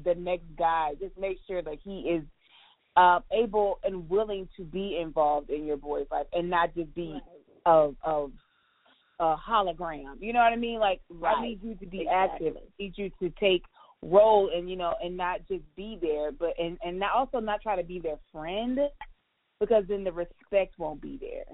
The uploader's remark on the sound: This episode was recorded over the phone due to busy mom schedules, this was our best options. If you hear a difference in sound quality, that is why : .